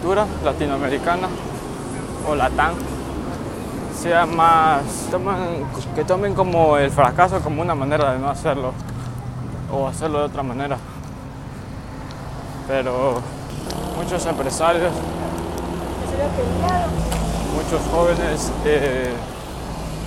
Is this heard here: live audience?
no